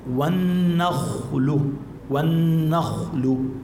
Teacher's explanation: النخل الخاء شوفي عليها سكون، ما قبلها مفتوح، إذن هون بدنا نفخمها للخاء